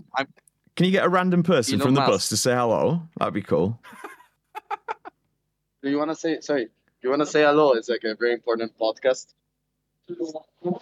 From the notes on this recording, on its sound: Live from a bus getting a random Russian to say hi.